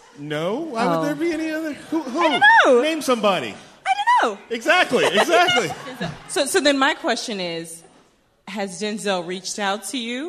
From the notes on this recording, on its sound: Our first live show!